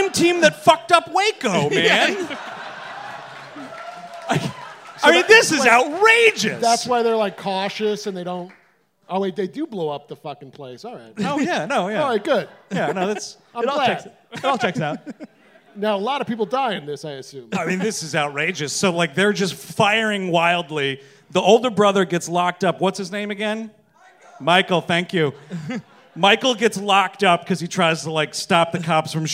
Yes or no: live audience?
yes